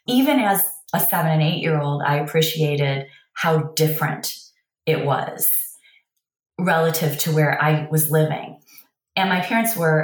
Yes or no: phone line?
no